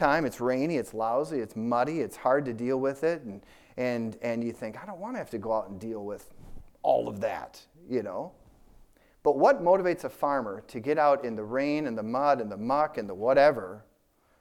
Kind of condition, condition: setting, large echoing room